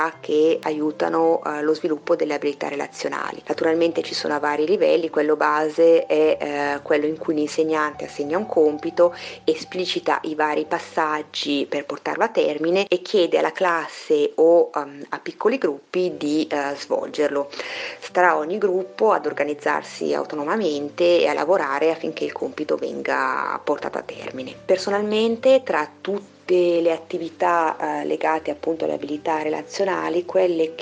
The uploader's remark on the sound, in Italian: Chiacchiere al telefono